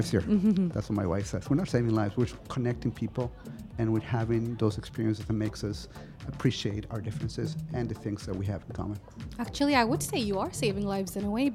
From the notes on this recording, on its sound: Live from SHD 2023